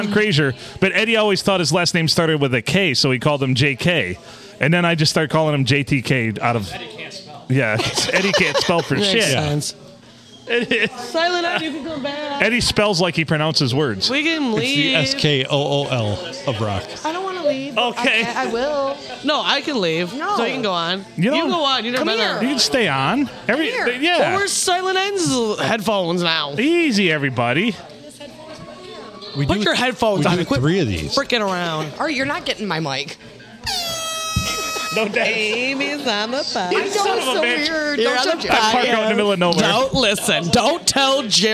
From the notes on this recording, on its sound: Recorded at the Blue on a wild Monday night in lovely Port Sanilac.